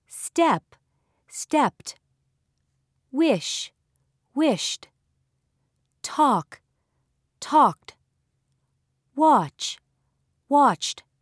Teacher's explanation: In words that end with a voiceless consonant, it is pronounced as t.